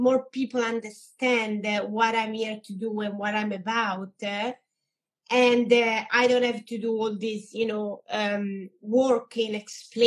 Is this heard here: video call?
yes